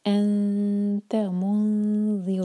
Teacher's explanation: را پر ضمہ ہے تو را ہیوی پڑھا جائے گا